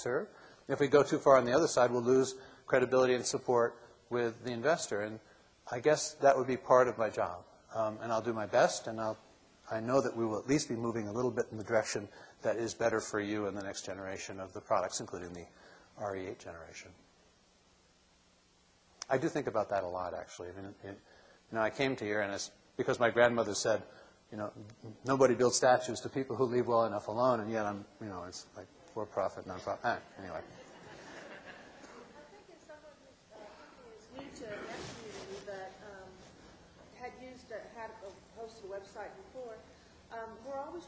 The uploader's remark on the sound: keynote address from the 2007 Conference for Nonprofits